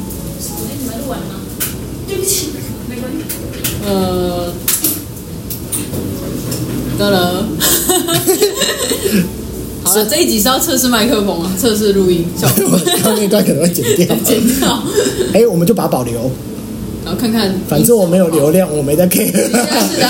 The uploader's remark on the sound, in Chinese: 麥克風測試，慎入！還是在辦公室櫃檯錄音，聲音稍微好一點。這音質有待進步。